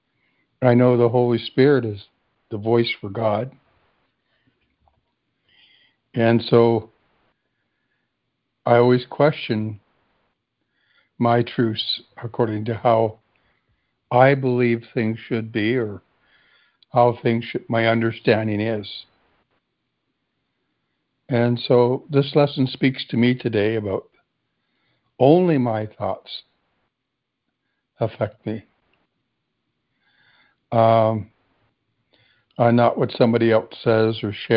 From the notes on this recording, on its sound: ACIM Daily Conference Call.